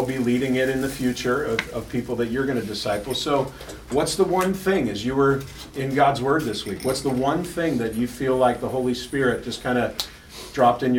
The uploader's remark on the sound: The following audio comes from the National Disciple Making Forum by Discipleship dot org. Lionshare hosted a track called “The Holy Spirit and Transformation.” That’s where we recorded the audio for today’s episode. A Live Small Group Demonstration.